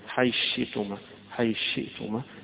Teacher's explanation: وهذه يعني فيها إدغام لأبي عمرو، إن قرب الثاء من الشين يقوم يدغمها أبو عمرو بخلفه ويدغمها أيضا يعقوب، معنى الإدغام يعني حيدخل دي في حرف واحد، حي شئتما، حي شئتما، يبقى هنا الثاء اتلغت وصار مكانها الشين